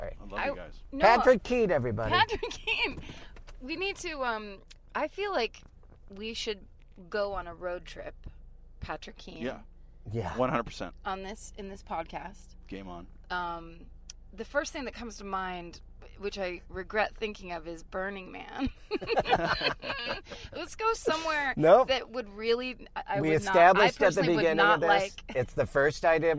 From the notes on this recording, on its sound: Just west of Los Angeles' downtown area. In the car, while recording. Ultimately, he's brought to The Monty Bar, where they then record his set at a show there.